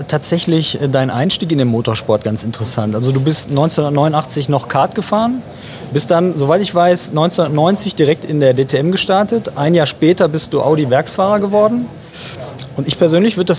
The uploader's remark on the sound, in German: Live von der Rennstrecke!